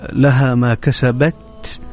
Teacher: حرف التاء إذا كان ساكن من صفاته أن يأتي بالهمس، يكون همس عليه